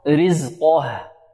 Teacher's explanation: يحذر الطالب أن يفخم الهاء لمجاورتها القاف